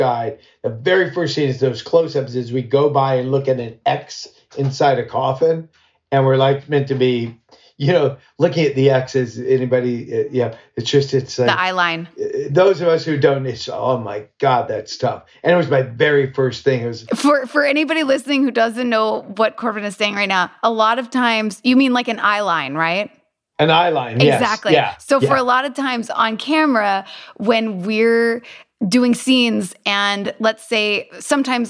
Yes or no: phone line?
no